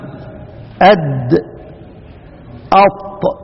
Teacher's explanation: النطعية الطاء والدال والتاء، لأنها تبدأ من النطعي وهو الغار الأعلى من الفم